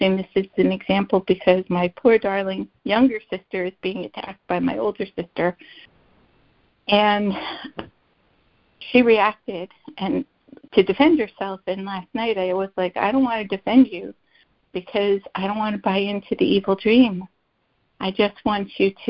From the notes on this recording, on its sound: ACIM Daily Conference Call.